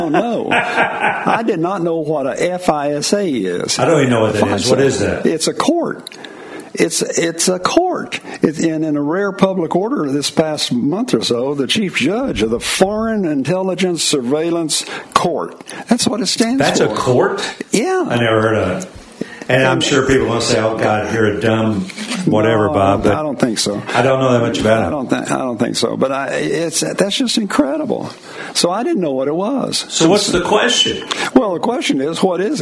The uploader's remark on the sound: LIVE from Graceland in Memphis!